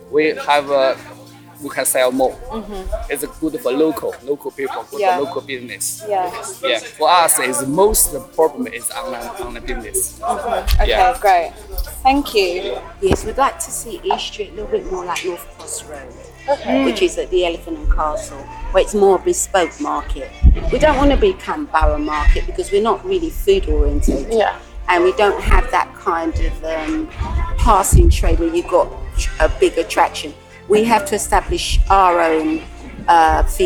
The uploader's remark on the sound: Members of Neighbourhood Theatre Company have curated this audio exploration of the market interviewing locals over the course of a weekend.